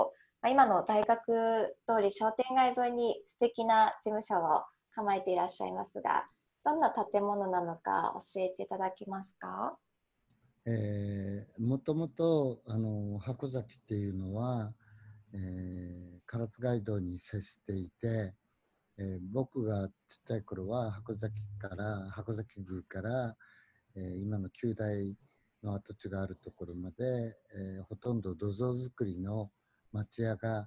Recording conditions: video call